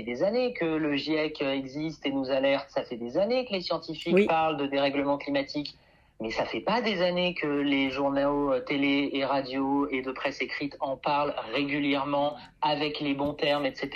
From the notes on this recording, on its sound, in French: Je fais le point par téléphone